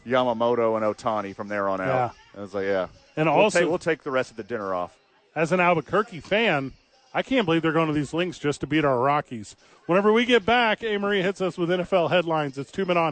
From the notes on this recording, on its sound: live from ABQ AXE